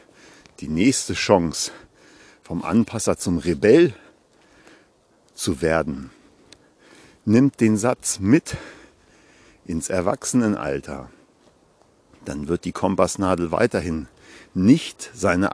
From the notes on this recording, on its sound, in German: Achtung: live im Wald gesprochen- kann Spuren von echter Waldenergie enthalten.